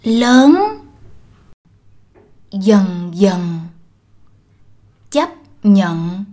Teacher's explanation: In the South, words like these are pronounced with a ng.